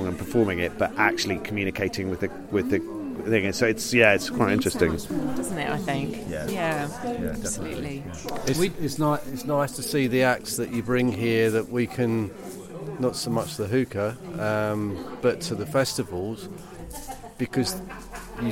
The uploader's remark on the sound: Chats with various festival goers at Deepdale Hygge in late March. Chats with various festival goers at Deepdale Hygge in late March. We start the podcast with the dawn chorus from Deepdale.